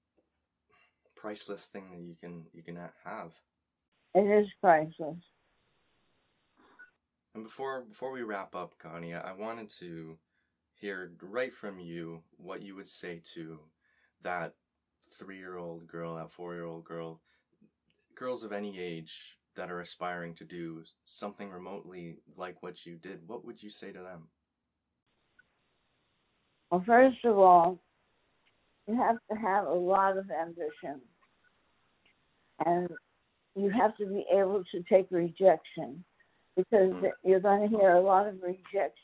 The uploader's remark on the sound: joins me over the phone